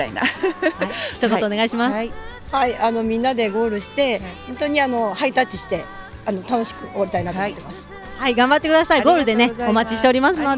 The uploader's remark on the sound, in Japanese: スタート会場から皆さんの声をお届けします！